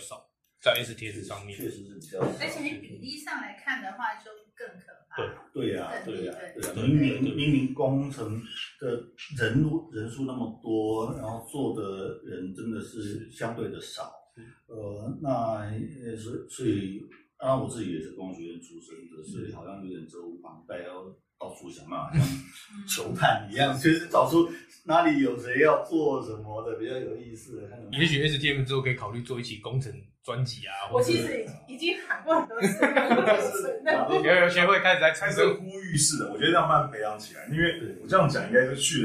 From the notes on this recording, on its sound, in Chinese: 首次錄製音質有待加強，建議使用耳機聆聽。